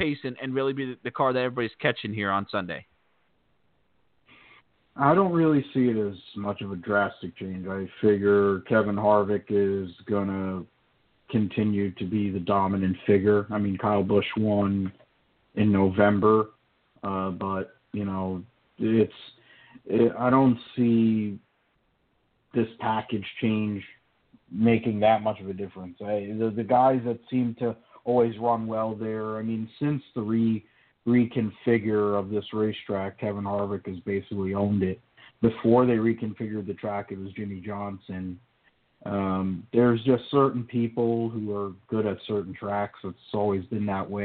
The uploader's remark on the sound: we’ll take your phone calls.